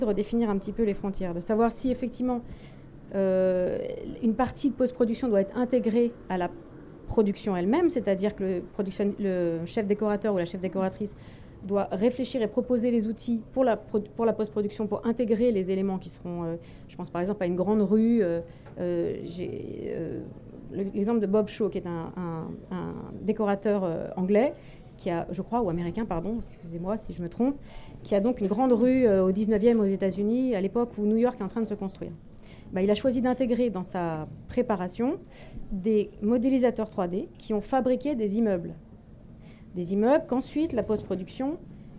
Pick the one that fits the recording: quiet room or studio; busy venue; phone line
busy venue